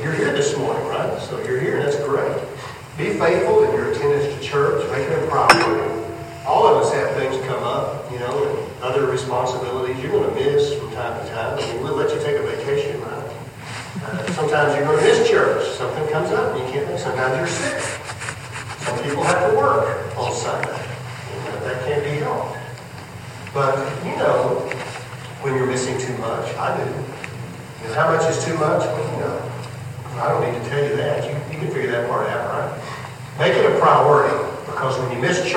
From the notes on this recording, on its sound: Audio isn’t that Great! New Hope Fellowship at River Road Amarillo, TX. I apologize for the audio, I recorded it with the voice recorder on my old iPhone.